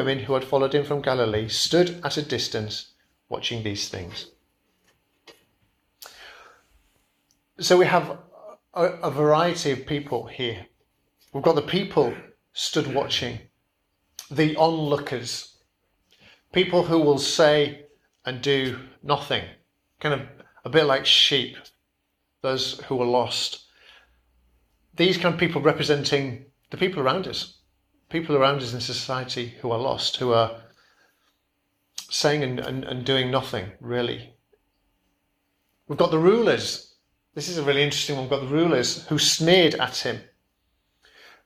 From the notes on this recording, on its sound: Preached at Kirkby Stephen Evangelical Church